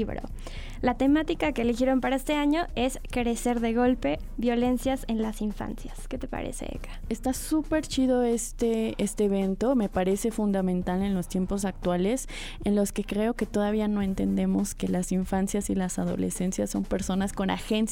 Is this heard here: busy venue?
no